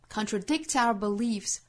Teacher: 这个时候相当于我们把 contradict 这个词做重读，在重读词后面是可以形成短暂停顿的